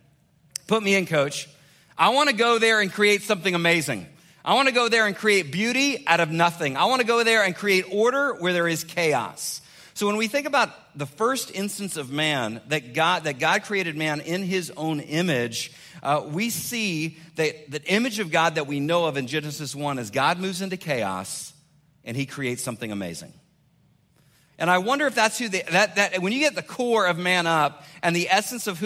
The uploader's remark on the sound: 2021 Man Up Conference Speech